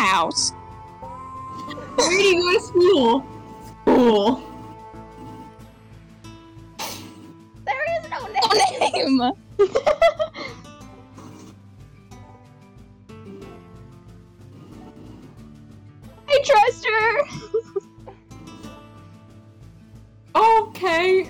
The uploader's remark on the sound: apologies for the audio mishaps.